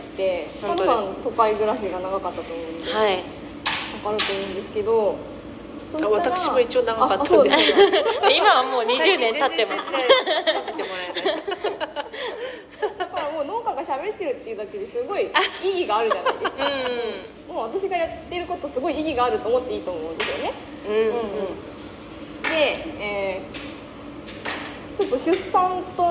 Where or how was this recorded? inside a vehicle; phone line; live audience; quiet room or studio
live audience